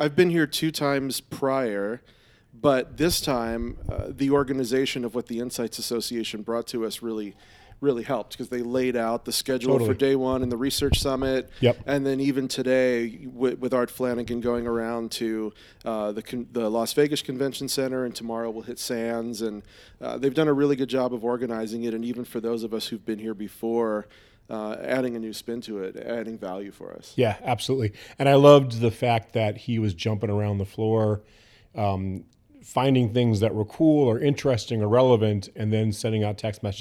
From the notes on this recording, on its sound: Live from CES. We’re here live with the Insights Association on the show floor at the world’s largest consumer electronics show—CES 2020.